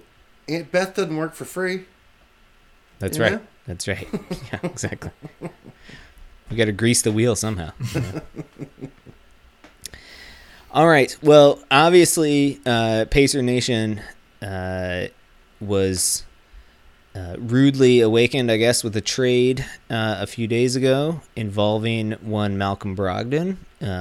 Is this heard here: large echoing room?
no